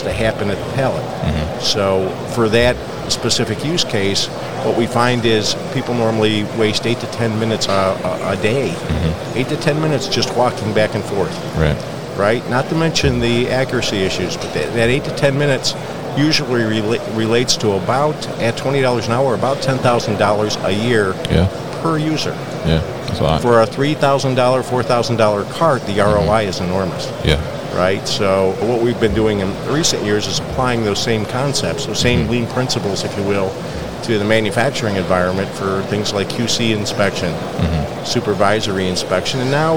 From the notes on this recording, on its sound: Newcastle Systems at MODEX 2022.